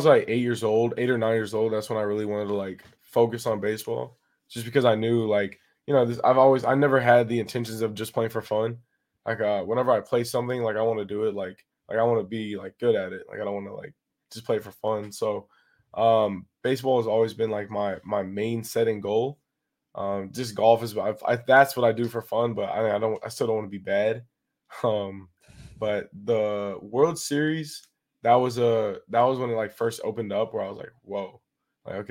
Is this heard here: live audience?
no